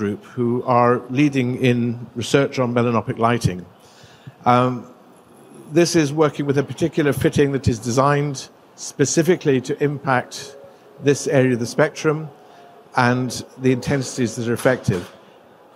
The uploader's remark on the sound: Presented at GILE 2023